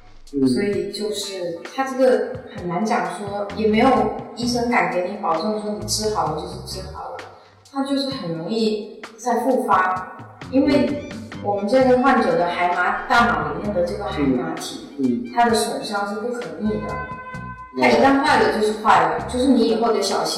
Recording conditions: echo